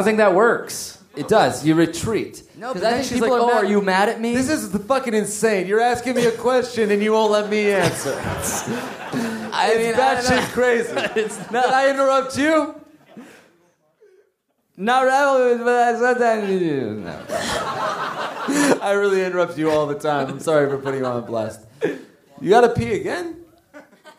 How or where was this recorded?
live audience